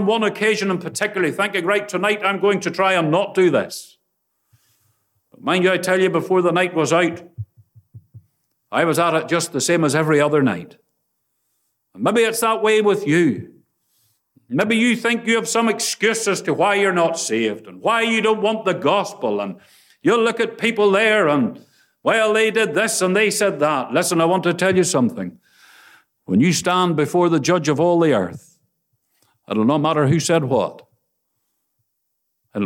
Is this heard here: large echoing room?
yes